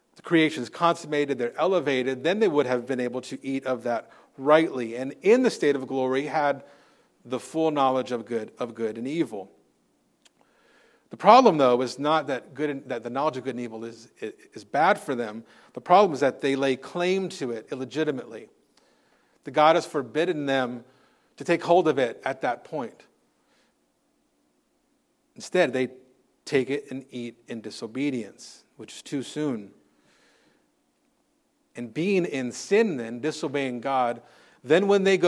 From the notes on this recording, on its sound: Recorded on Sunday, February 18th, 2024 at Living Hope Orthodox Presbyterian Church (OPC) in Cerritos, CA.